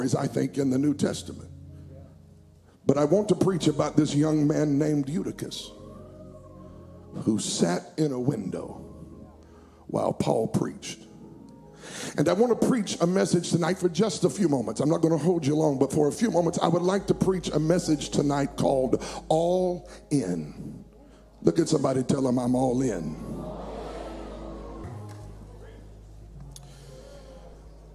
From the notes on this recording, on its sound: at Impact Youth Conference 2022